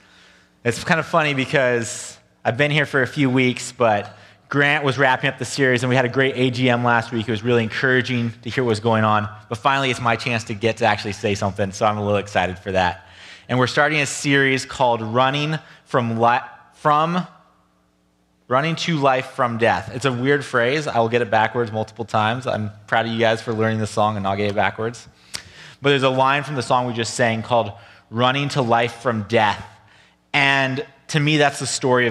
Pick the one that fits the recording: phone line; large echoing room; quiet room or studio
large echoing room